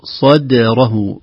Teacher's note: الدال تحتاج إلى ترقيق، ربما يساعدنا في الترقيق القلقلة في الدال حتى لا تصبح صدره، تصبح أيضا متأثرة بالصاد قبلها وبالراء بعدها لأنها أيضا واقعة بين مفخمين.